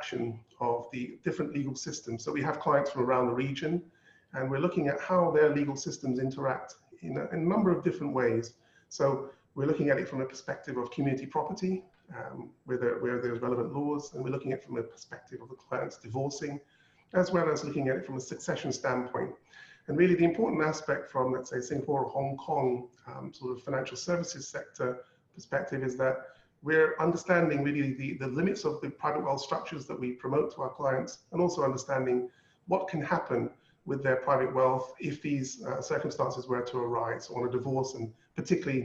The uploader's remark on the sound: Virtual Round Table. Webinar audio recording dated 2 Jun 2020.